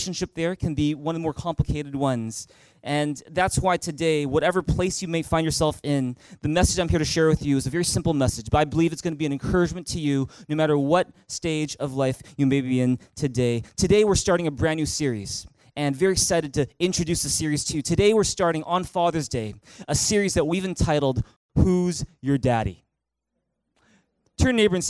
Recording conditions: large echoing room